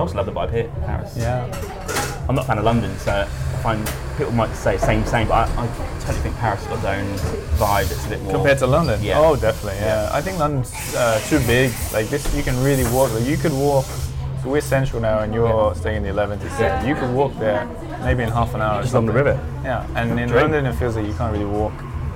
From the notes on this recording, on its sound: For a coffee in a Parisien cafe for an in-person chat. We are in a trendy cafe so there will be some background noise.